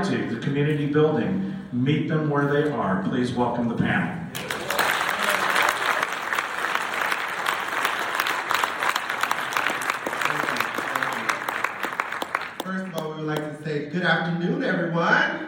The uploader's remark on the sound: a recording of our panel discussion from the 77th Annual Midwest Band & Orchestra Clinic